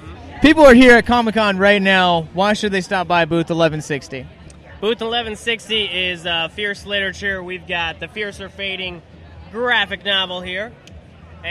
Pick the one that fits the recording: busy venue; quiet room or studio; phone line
busy venue